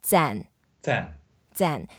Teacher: 赞 is the fourth tone, so we go down.